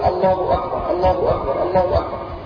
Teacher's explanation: لأن هي الله أكبر الهاء مضمومة فقط